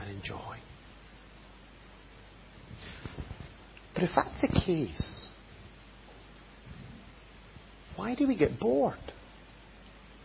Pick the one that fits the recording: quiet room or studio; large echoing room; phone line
large echoing room